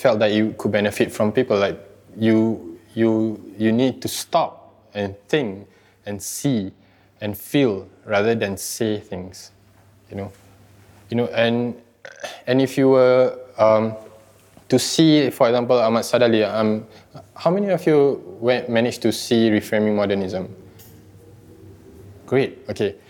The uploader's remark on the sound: This talk was recorded live in September 2018 at National Gallery Singapore